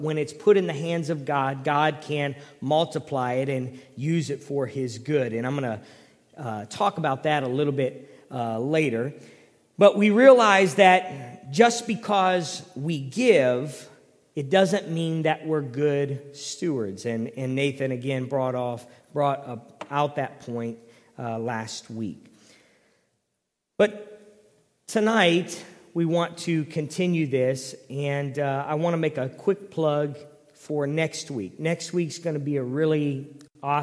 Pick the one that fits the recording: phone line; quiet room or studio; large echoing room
large echoing room